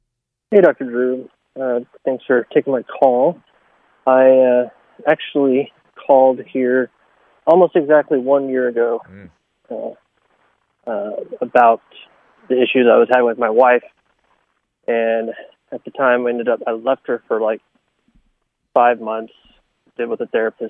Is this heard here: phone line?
yes